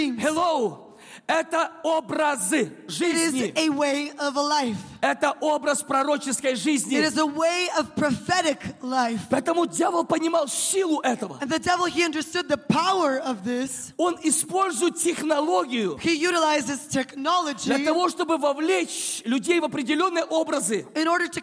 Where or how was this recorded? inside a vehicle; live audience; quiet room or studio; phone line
live audience